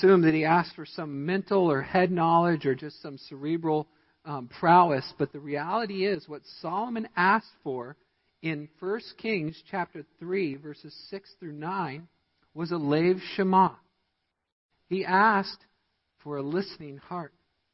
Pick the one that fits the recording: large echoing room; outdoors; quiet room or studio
large echoing room